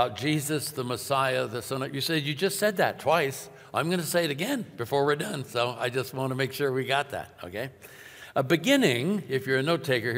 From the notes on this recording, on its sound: Welcome, friends, to New Year’s weekend at Timberline Church.